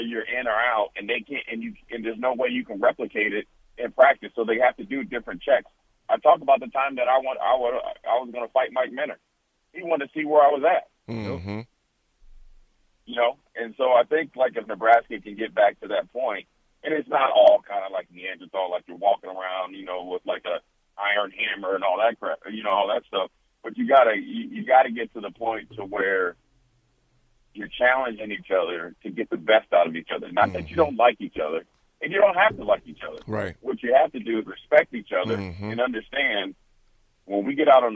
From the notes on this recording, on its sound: Calls in to give his thoughts on the National Championship.